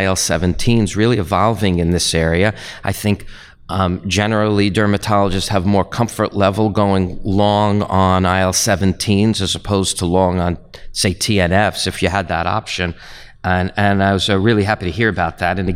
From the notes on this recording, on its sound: Live at Winter Clinical Hawaii 2023.